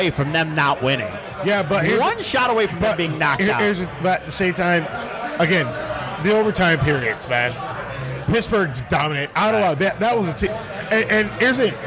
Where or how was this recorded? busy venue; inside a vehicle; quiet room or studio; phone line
busy venue